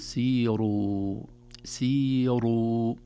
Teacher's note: الراء المضمومة إذا جاء قبلها كسرة أو ياء مادية مثل سيروا، الخاسرون، الكافرون، تميل إلى الترقيق